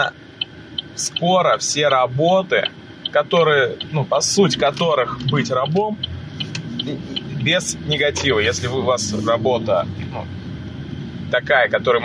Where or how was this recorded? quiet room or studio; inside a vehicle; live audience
inside a vehicle